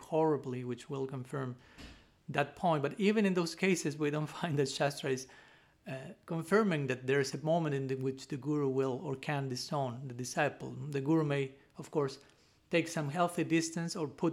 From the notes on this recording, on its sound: given at Radha-Gopinatha Mandira on March 14, 2023